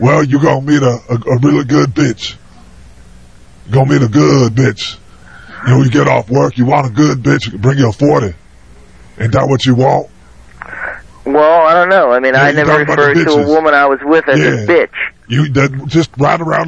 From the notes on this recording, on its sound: Prank Phone Calls